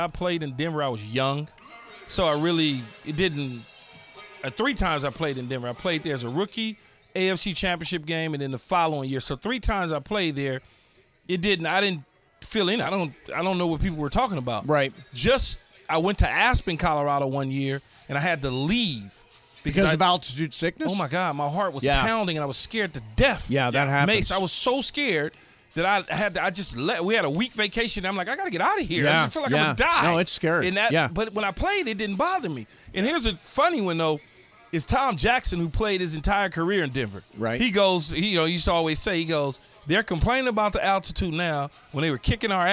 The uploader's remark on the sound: Live from the Arena in Denver. Is here in Studio!